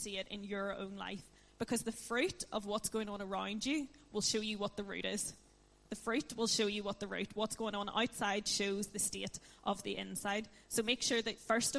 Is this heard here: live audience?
yes